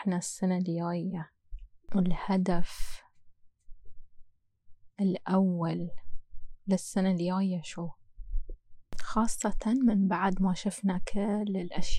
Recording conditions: wind noise